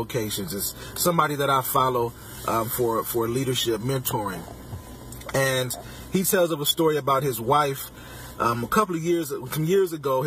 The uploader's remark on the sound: Podcasting from my car.